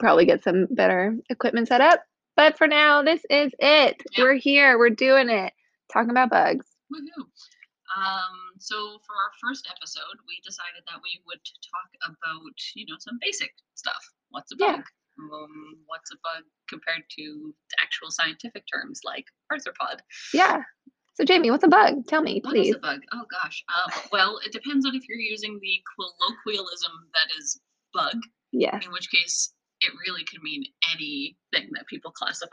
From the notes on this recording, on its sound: RIP to our audio, this is a pilot episode and so there are some minor issues